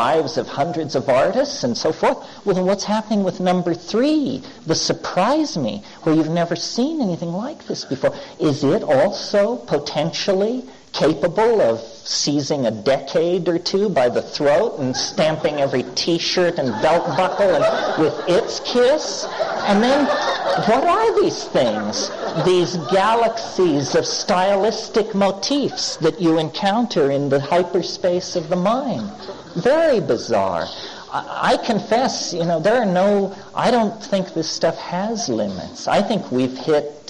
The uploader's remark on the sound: The second part of a talk. Answers questions from the audience.